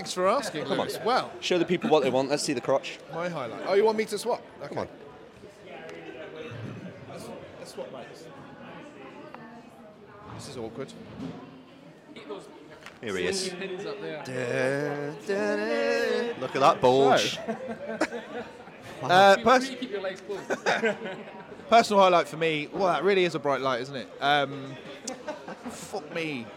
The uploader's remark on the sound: EGX 2022 LIVE!